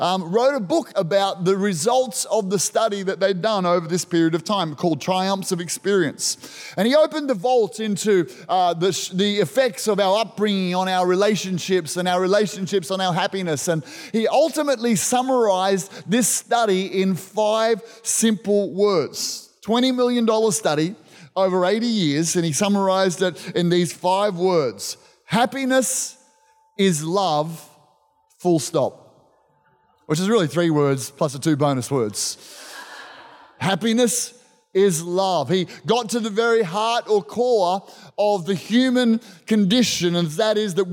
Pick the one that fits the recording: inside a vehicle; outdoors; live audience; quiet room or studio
live audience